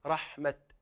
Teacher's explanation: فإذا وقفت عليها تقف عليها بالتاء المفتوحة المهموسة